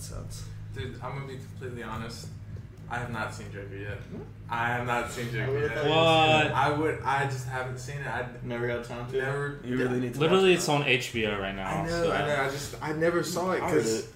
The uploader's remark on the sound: Today we are in person, so i apologize for the shitty audio quality.